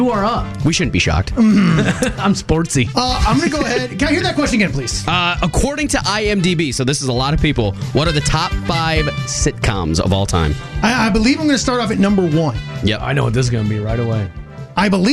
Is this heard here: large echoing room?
no